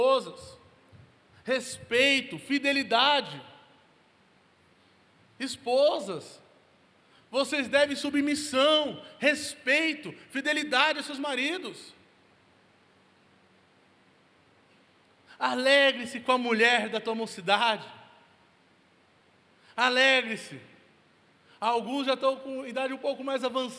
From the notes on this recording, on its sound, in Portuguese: Local gravação: Onda Dura Belo Horizonte